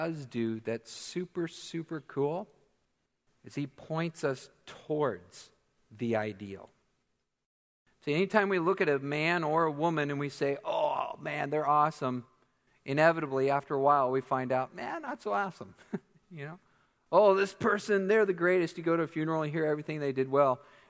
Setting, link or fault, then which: setting, large echoing room